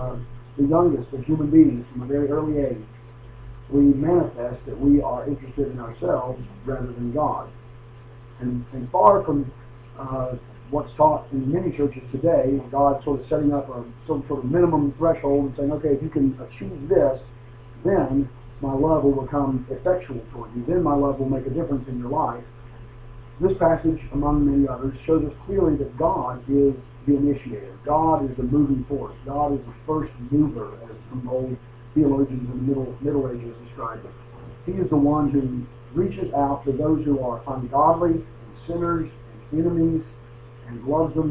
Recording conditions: poor sound quality